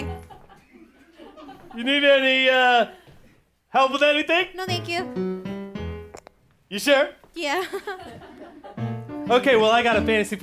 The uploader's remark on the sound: Performa an old classic in front of a live studio audience!